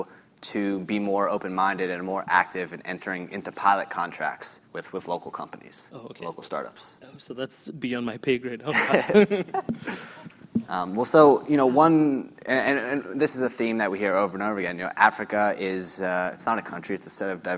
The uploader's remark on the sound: This panel session was recorded at the Trade with Africa Business Summit in Bentonville, Arkansas over the summer.